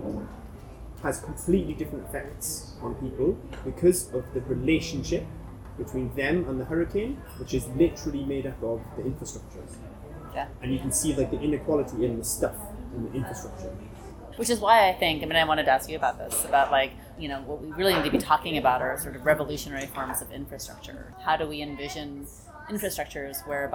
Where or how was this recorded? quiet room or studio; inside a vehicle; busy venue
busy venue